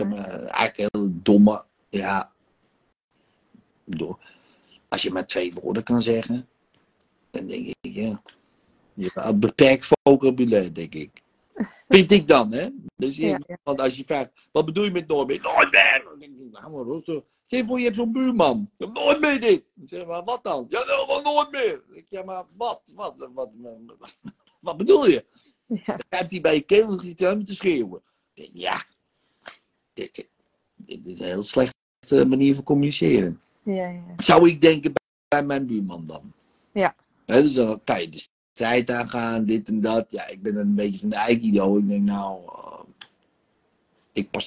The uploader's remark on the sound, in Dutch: De audio deel ik op de podcast maar de sessies zijn ook te bekijken.